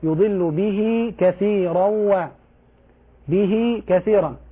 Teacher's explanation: نعم، تسمى بهاء الضمير، وحكمها هنا الصلة، يعني المد، المد بمقدار حركتين